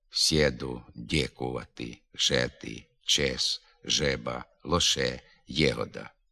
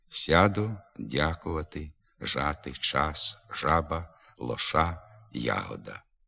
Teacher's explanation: У покутських, гуцульських, надністрянських говорах літературний звук А у наголошеній позиції, після м'яких приголосних і шиплячих, часто переходить у звук Е. · Shown in: first take